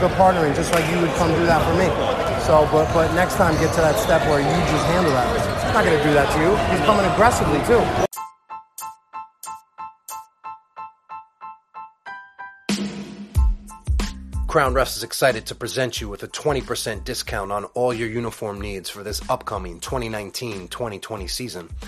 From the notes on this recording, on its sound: Live from: House of Sports. I'm going to be recording the conversations with my partners during time outs, halftime and pre and post game.